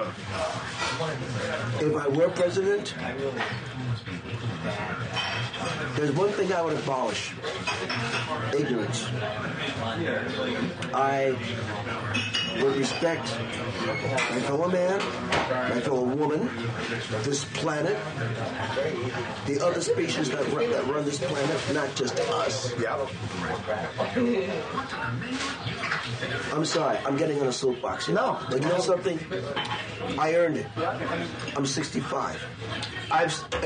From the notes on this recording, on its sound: sitting down in the Washington Square Diner off of West 4th Street in New York City